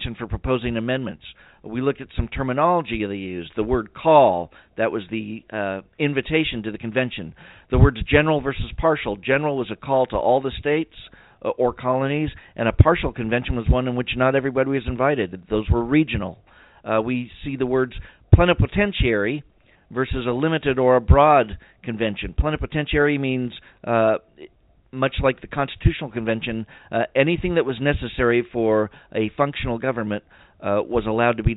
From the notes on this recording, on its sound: we'll try to leave time for your phone calls